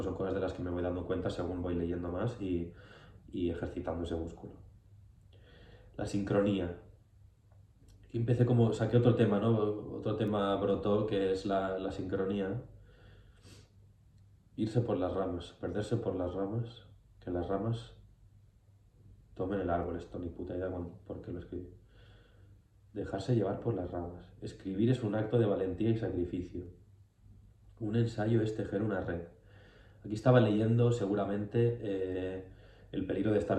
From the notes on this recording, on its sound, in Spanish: Este es el primer video en el que estoy delante de la cámara explicando cosas. La palmada era para sincronizar el audio del micro que no he puesto a grabar.